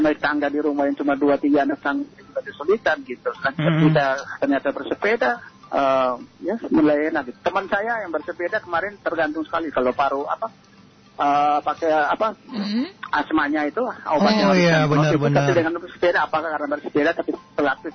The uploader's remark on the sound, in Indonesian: SAHABAT ON THE PHONE. Kupang Cycling Club ( KCC).